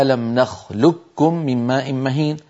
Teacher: القاف من أقصى اللسان فوق والكاف أسفل منها بقليل